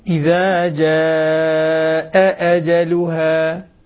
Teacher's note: تحققي من الهمزتين إذا جاء أجلها، محققة ومرققة بنفس الوقت